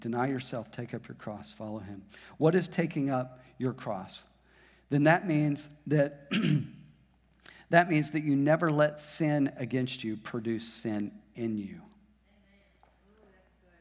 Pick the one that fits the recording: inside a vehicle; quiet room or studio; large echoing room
large echoing room